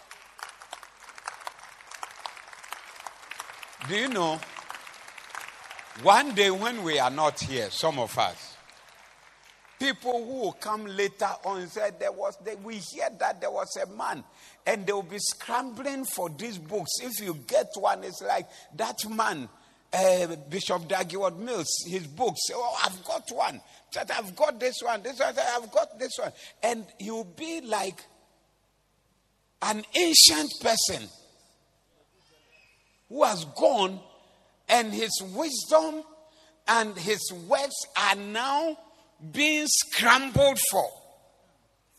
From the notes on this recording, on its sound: Preached at the Doxa Service 14052023